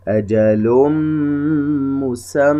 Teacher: نلاحظ أن التنوين أدخل في حرف الميم فلم يعد يلفظ. أجل مسمى، ونغن بمقدار حركتين، إدغام بغنة بمقدار حركتين.